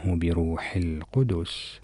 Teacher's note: السين هي من حروف الهمس فلا بد من إظهارها . البعض مثلا يبالغ في همس هذه الحروف حتى تكاد تنعدم